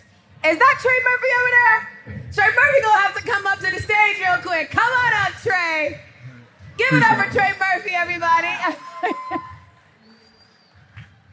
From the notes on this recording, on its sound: Live at NBA All-Star in Utah